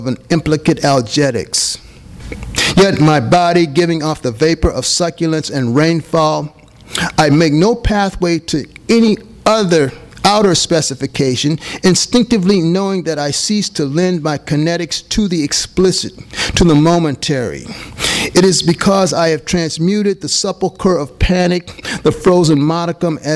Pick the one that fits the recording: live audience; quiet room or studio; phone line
live audience